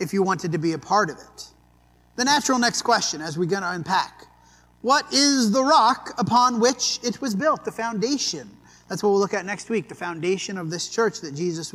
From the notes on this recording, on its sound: This sermon was preached at the Dewey Church of Christ on April 23, 2023.